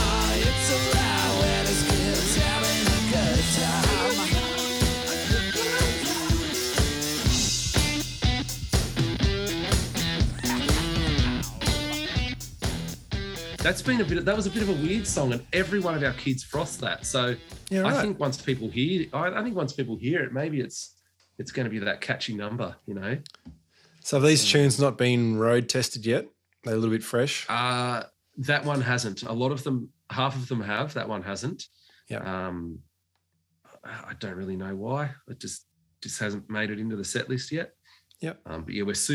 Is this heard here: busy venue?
no